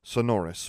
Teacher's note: saying sonorous with the accent on the second syllable